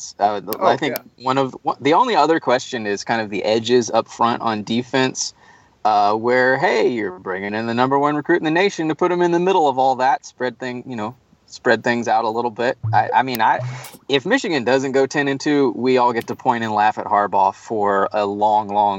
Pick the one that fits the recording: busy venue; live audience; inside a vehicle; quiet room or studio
inside a vehicle